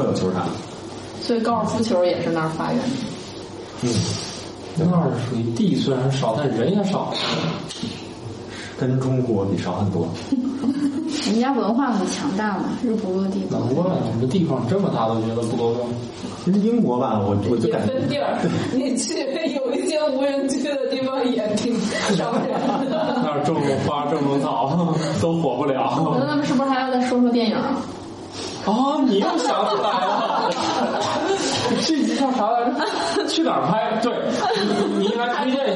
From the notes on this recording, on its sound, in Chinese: 本期节目在玉米实验室办公区用录音笔录制，可能有街道上的杂音，请见谅。